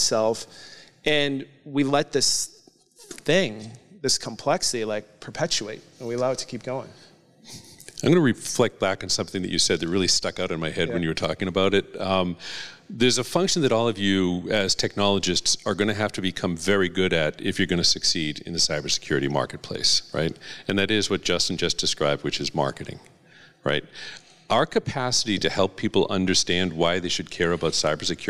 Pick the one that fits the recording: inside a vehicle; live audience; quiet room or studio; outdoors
live audience